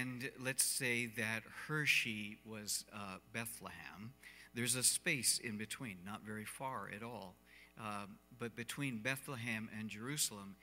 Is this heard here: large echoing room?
yes